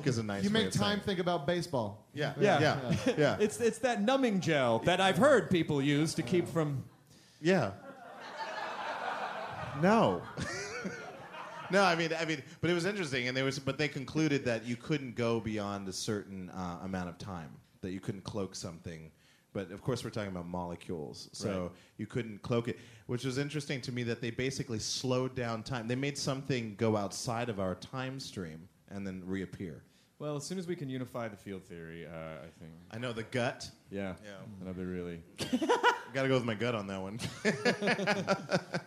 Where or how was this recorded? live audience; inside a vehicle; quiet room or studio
live audience